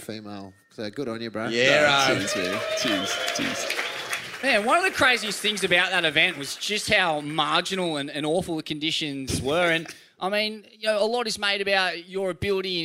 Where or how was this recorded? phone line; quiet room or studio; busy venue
busy venue